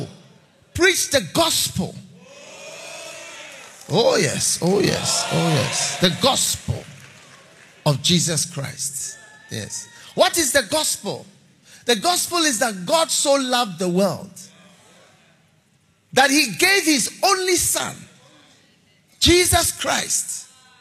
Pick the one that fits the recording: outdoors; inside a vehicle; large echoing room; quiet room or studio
large echoing room